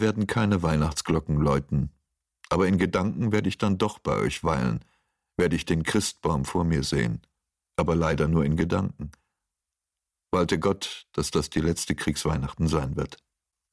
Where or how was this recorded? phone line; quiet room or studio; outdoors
quiet room or studio